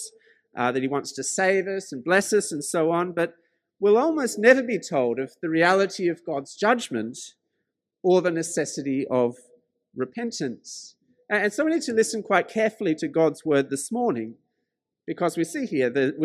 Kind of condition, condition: setting, large echoing room